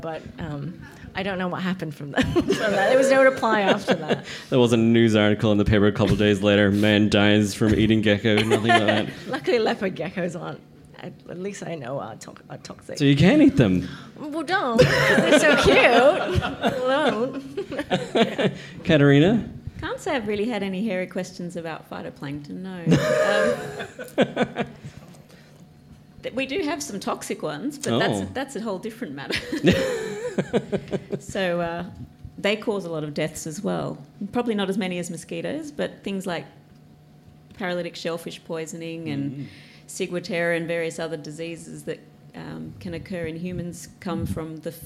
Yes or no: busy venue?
yes